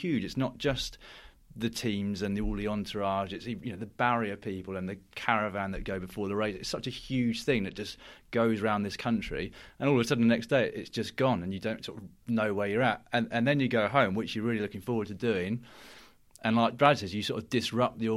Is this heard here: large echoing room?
no